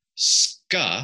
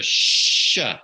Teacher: that sound was softened from sk to sh. So it went from an SK sound to an SH sound.